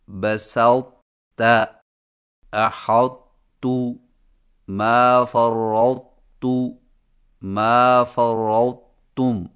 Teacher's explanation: تا کو موٹا اور بغیر جھٹکا کے تا میں داخل کر کے اس طرح پڑھیں کہ تا کے موٹا پن کو ظاہر کرنے کے فوراً بعد تا باریک ادا کریں، یعنی اس طرح بسطت احطت ما فرطت ما فرطتم، اس کو ادغام ناقص کہتے ہیں.